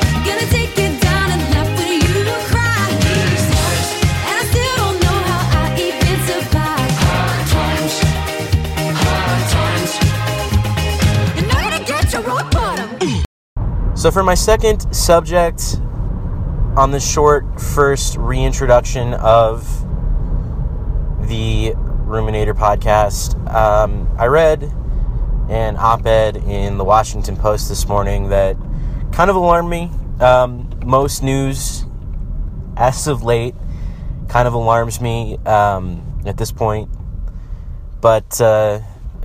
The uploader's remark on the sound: Here's a quick recording from my drive home from the grocery store.